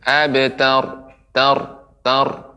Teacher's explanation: Ro nggak boleh dipantul tidak boleh dipantulkan